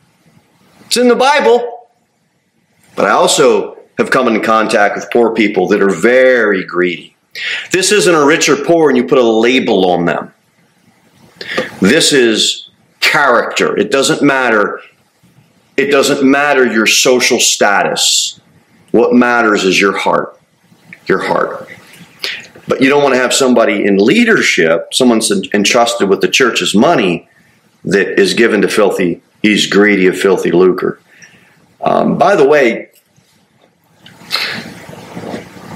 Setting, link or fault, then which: setting, large echoing room